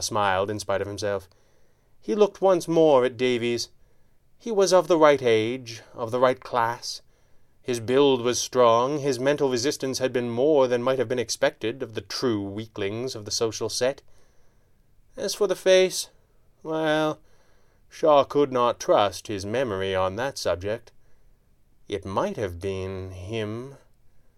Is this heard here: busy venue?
no